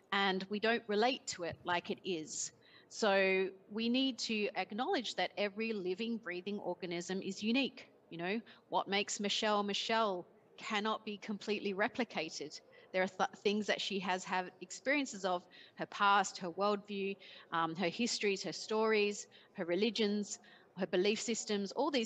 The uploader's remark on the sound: Earth Day Live From COP26.